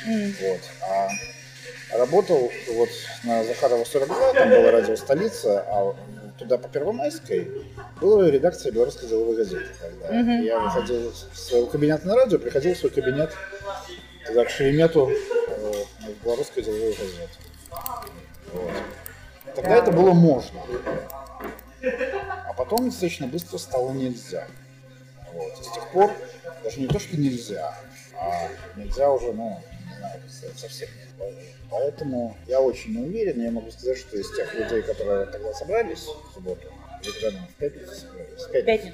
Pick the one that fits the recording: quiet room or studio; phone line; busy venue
busy venue